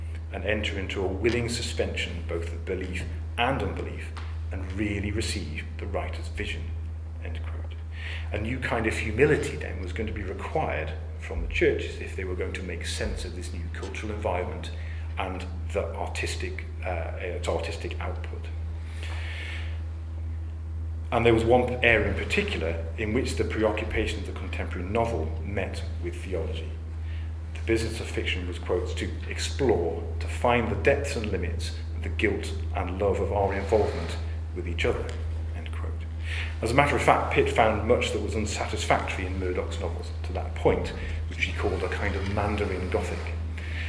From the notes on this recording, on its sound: The audio recording of a public lecture given at the University of Chichester. As part of a study day at the Iris Murdoch Research Centre. To the audience for a very engaged and stimulating discussion afterwards.